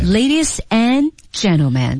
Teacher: 尤其是那个 and gentlemen 这个地方，对，你那个 and 不用读出来